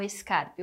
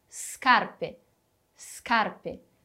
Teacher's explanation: Perceba que o S no início da palavra é mudo, tem um som mudo. Não vou falar como se tivesse um E ou um I ali · Shown in: second take · Term: S mudo